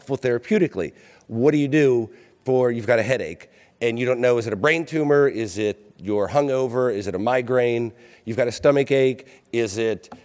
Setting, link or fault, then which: setting, live audience